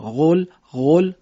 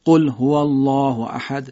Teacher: دقت کنید قاف رو با شدت با زبان کوچیک میگیم · Shown in: second take